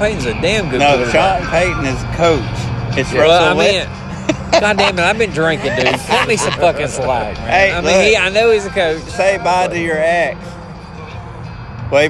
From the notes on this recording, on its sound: Saints & Sinners Opening …. Live And In Your Face! It’s JBTC live and on location.